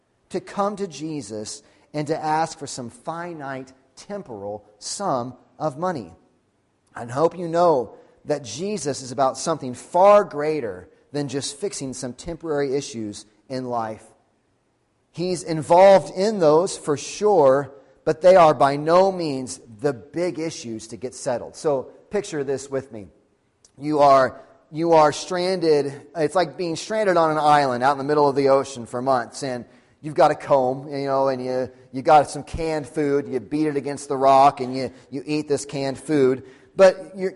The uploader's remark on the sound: Sunday Morning Sermon Audio